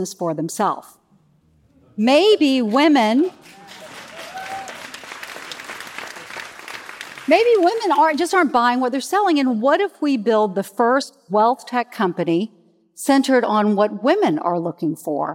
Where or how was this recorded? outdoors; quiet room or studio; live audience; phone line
live audience